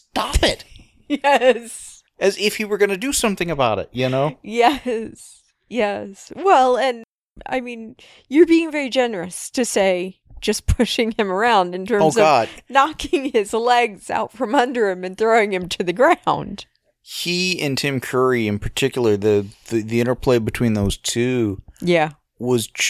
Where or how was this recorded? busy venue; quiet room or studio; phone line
quiet room or studio